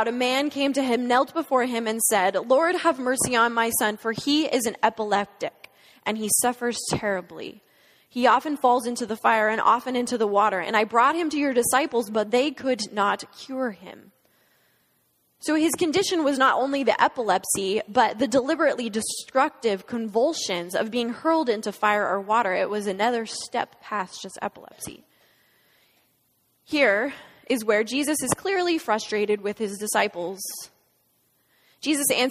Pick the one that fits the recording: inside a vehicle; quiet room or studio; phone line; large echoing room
large echoing room